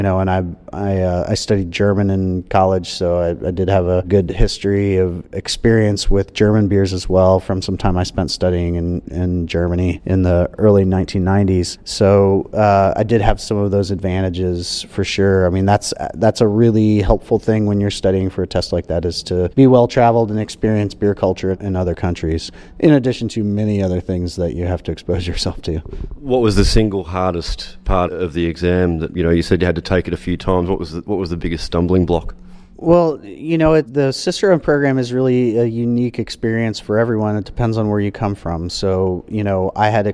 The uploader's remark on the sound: while he was in Washington DC at Brewers Association Conference